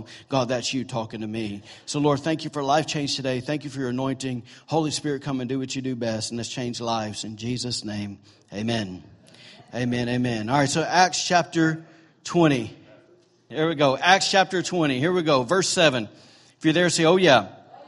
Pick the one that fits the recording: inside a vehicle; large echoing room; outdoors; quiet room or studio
large echoing room